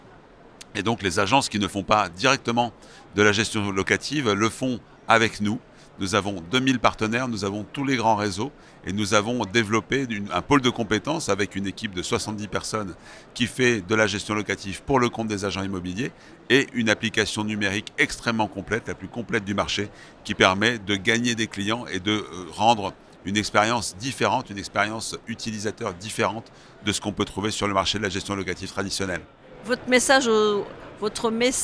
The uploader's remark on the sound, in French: Cet épisode a été enregistré en live du Salon RENT.